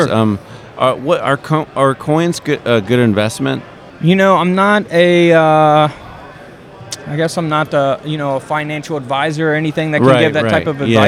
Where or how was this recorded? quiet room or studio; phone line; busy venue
busy venue